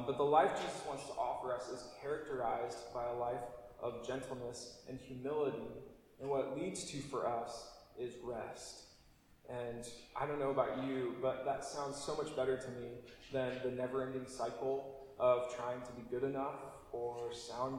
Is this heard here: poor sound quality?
yes